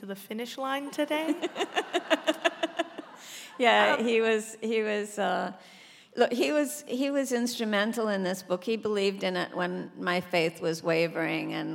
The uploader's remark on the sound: On stage at The Music Hall in Portsmouth. This conversation was recorded live.